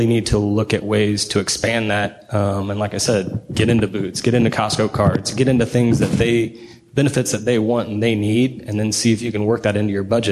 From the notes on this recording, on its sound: This power panel from Vision KC 2019